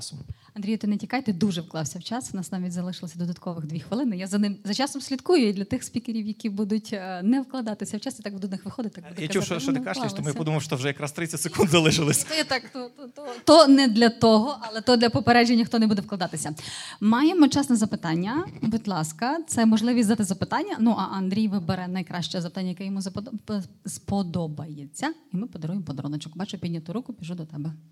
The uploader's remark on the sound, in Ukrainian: Починаємо серію записів із Sigma конференції!